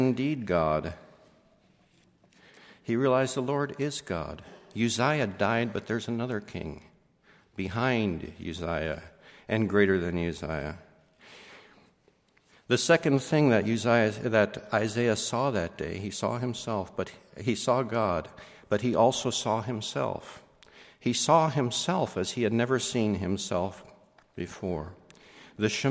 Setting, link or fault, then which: setting, large echoing room